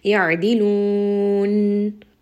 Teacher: Anytime you have a mad and there is a sukun at the end of this mad, make sure that you give that letter proper sifat. Noon has tawassut, so we are going to make sure we rest on this noon